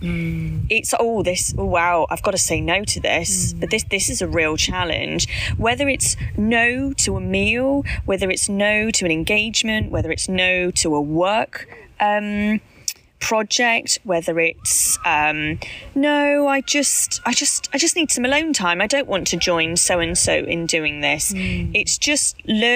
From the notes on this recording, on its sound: Apologies for the sound quality of this episode - we were outside and it was a bit windy at times. We will get a better mic for next time! Apologies for the background noise in some places.